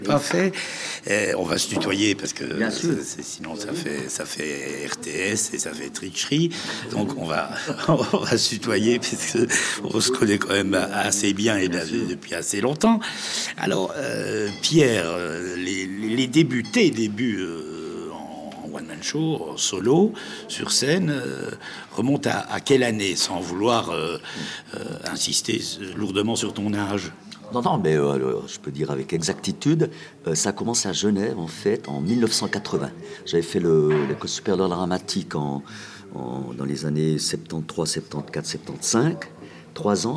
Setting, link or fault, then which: setting, busy venue